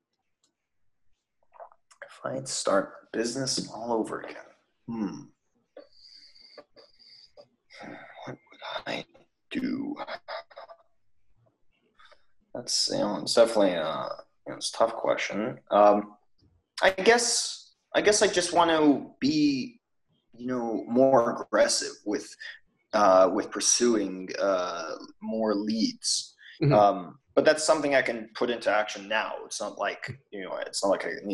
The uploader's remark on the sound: The internet connection was less than ideal during this recording